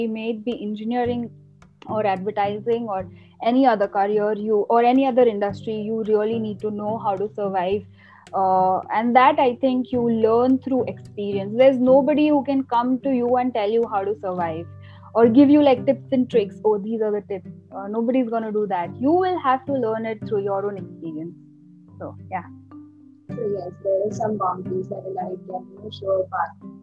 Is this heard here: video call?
yes